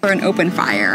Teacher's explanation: And it's up talk at the end.